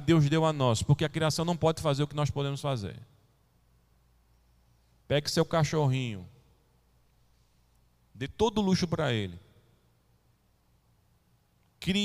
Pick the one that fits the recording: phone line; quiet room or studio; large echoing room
large echoing room